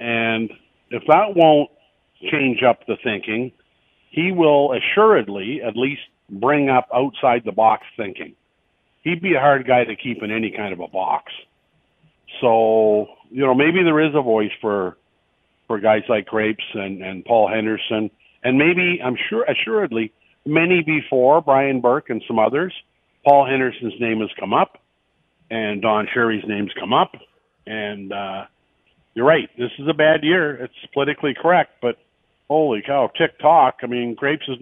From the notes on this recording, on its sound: opens up the phone lines to get your take